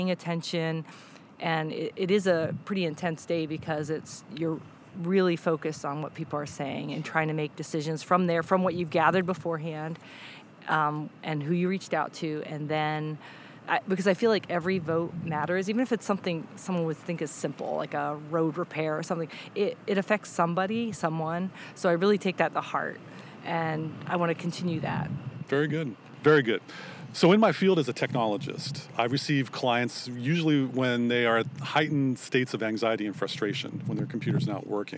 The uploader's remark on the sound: Much apologies to the wind noise during the interview...oh mother nature